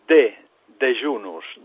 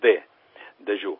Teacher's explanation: Amb una dissimulació, i això és curiós, una dissimulació vol dir, en tos de jejunus, diu dejunus, la jota aquesta, la palatal, l'han convertida en una dental, dejú. La dissimilació és un fenomen fonètic segons el qual de dos sons d'una paraula, iguals o afins, un canvia el seu punt o modo d'articulació o bé desapareix.